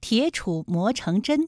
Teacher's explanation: 这句成语当中成字是后鼻音，有后鼻韵母嗯，针字呢它是前鼻音，有前鼻韵母嗯